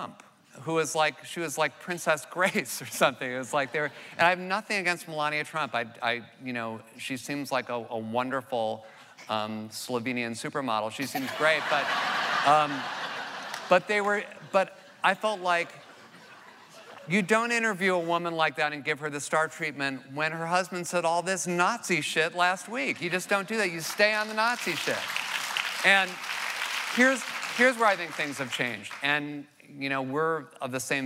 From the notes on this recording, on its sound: The conversation was recorded on May 24, 2016 in front of a live audience at New York's 92nd Street Y.